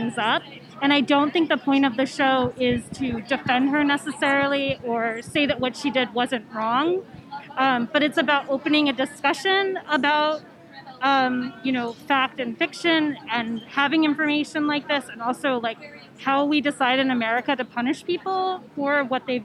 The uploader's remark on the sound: Opening Night Red Carpet Interviews